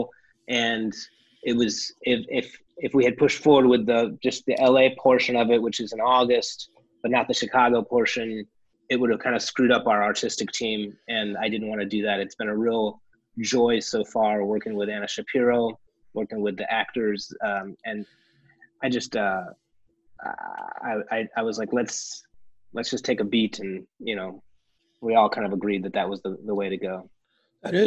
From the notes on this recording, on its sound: chatted with us over Zoom.